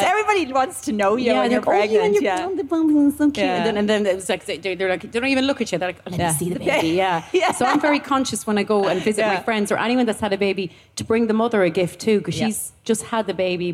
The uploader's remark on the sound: live from Electric Picnic!